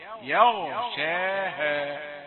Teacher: خد بالك، يا يغشاها، لا تقول يا يغشاها، لا، الغين مفخمة صحيح، لكن لا تجر الياء بالتفخيم، الياء حرف مرقق عادي.